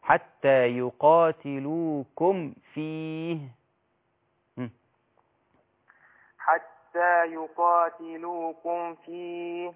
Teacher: يبقى هنقول حتى يقاتلوكم فيه، حتى يقاتلوكم فيه، لا لابد أن أظهر الميم الساكنة، حتى يقاتلو حتى يقاتلوكم فيه، ما فيش غنة، لأن أنا بظهر الميم الساكنة · Term: إظهار شفوي